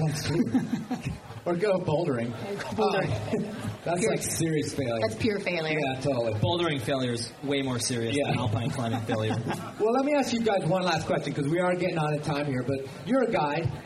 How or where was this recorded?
live audience